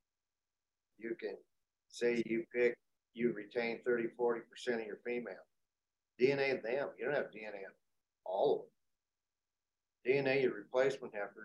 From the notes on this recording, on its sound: Members of the RancherMind community came together from across the country via Zoom.